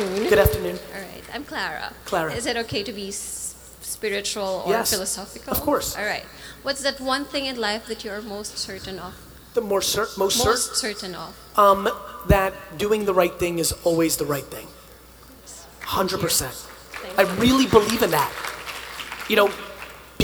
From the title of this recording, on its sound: Success Resources 2018 Manilla, Philippines | A Keynote